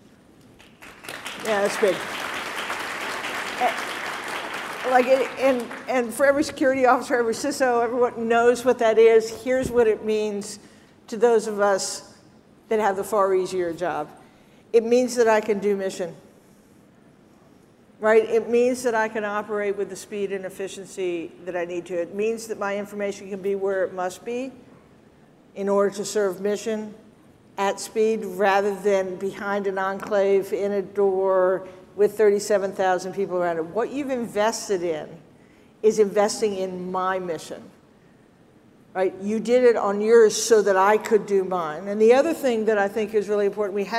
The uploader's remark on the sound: ServiceNow Federal Forum 2023: Keynote.